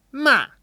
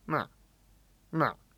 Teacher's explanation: The mistake they'll make, I've made this mistake when I first started, is I'll start the fourth tone too low. · Shown in: second take · So for example, instead of ma, I'll say ma, ma.